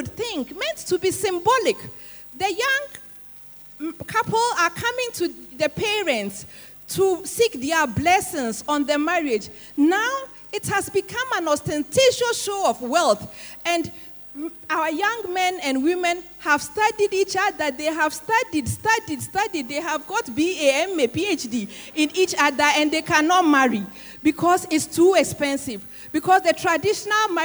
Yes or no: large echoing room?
yes